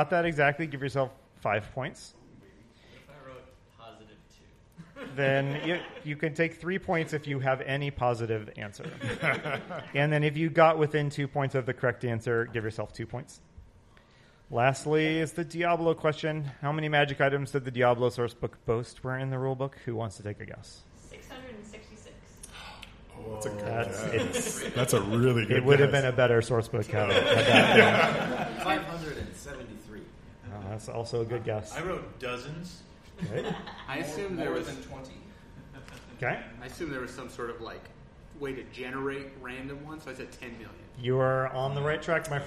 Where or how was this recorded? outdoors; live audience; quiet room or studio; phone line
live audience